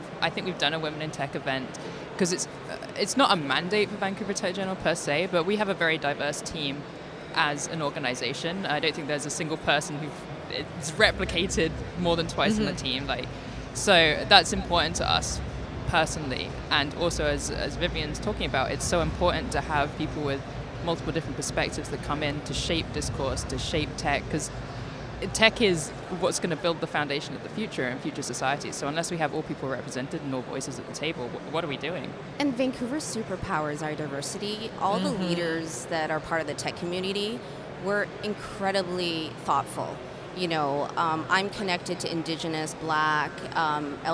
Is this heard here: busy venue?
yes